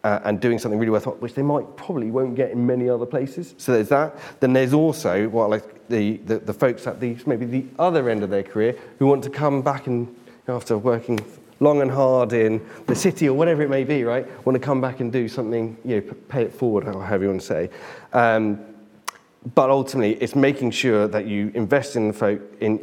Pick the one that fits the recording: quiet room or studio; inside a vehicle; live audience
live audience